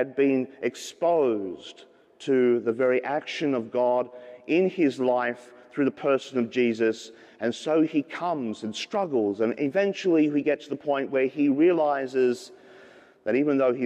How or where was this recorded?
large echoing room